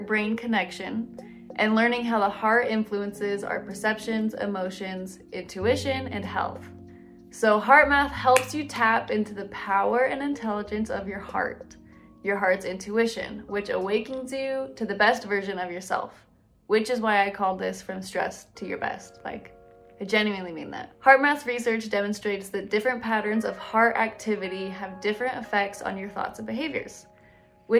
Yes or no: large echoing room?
no